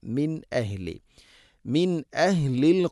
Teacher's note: ഇവിടെ നൂനിനെ ഇസ്ഹാർ ചെയ്ത് ഹംസ കൃത്യമായിട്ട് ഉച്ചരിക്കണം